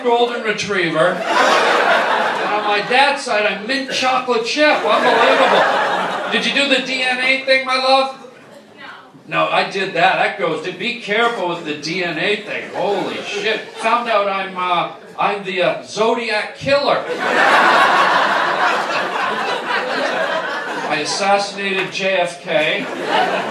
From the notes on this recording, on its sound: LIVE stand up. Cancer benefit. Does live stand up for a wonderful cancer benefit and ends up doing crowd work for 90% of his show. What a great crowd and a great cause.